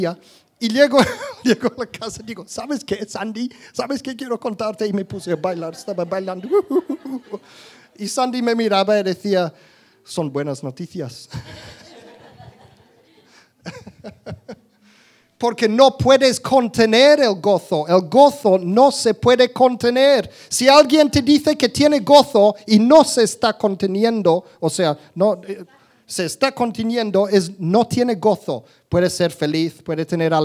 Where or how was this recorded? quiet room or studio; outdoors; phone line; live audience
live audience